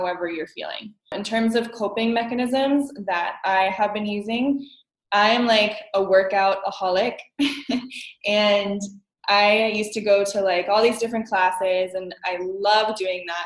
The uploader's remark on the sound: our first Zoom call